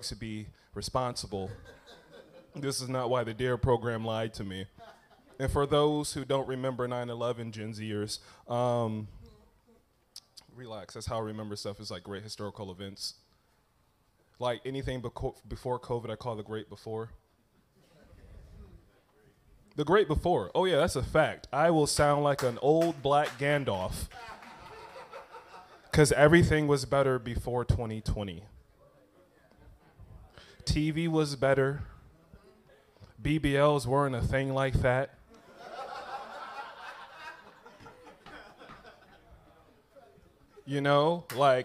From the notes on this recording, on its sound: I went to an open mic